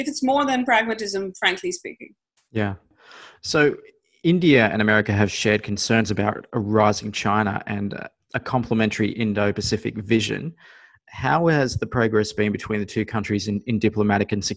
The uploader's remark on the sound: A live podcast recording of the Asia Rising podcast via zoom.